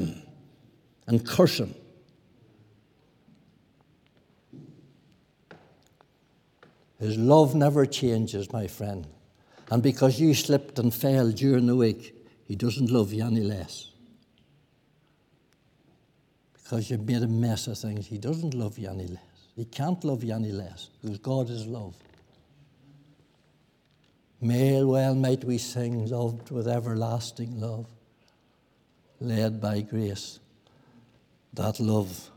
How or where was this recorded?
large echoing room